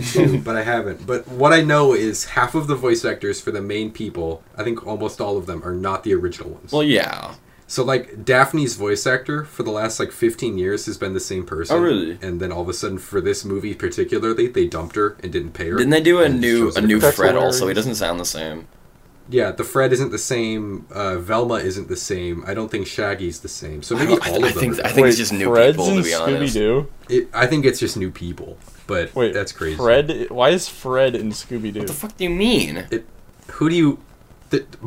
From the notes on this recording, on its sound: messed with audio levels for this episode